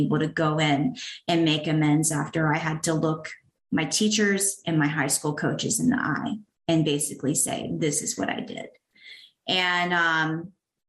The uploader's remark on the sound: sharing at the My Favorite Steps zoom meeting